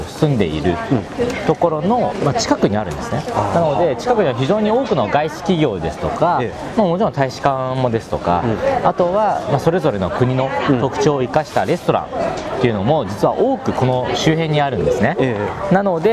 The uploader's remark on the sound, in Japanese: その場所とは「三源里菜市場」つまり野菜市場です。現場からのリポートをお届けします！